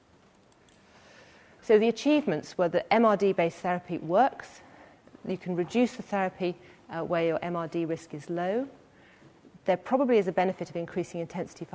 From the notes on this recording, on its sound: This lecture is part of the Medical Detectives, a series of public lectures. Recorded on 26 September 2013 in the Anatomy Lecture Theatre at the University of Edinburgh.